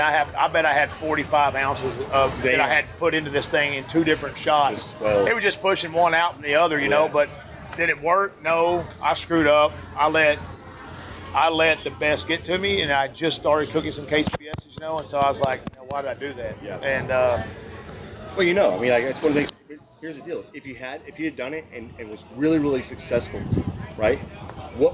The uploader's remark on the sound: Cook spot at the 2023 American Royal. At the Kansas City Royal.